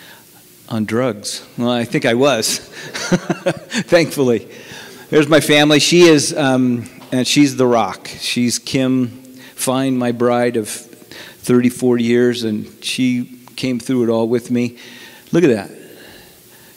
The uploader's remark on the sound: From the 2019 Southwest Men's Conference, Stand Firm.